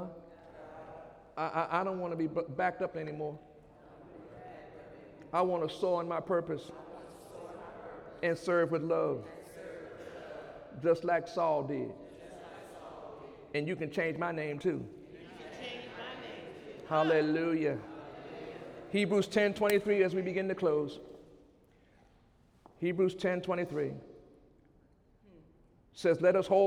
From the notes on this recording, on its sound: During Sunday morning service on June 4, 2017